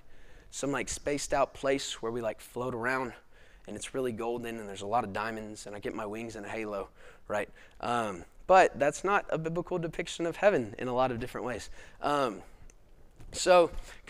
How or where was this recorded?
large echoing room